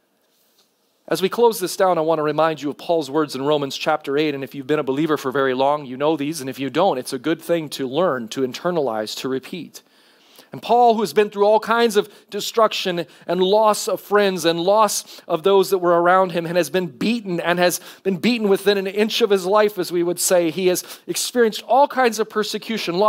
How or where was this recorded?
large echoing room